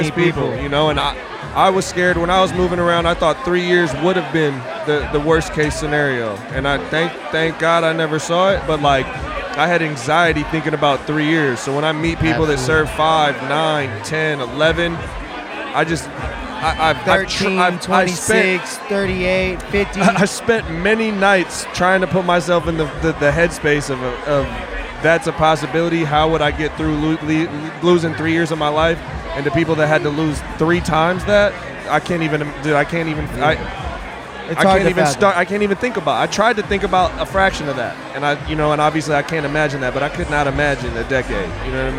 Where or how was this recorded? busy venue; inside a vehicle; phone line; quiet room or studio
busy venue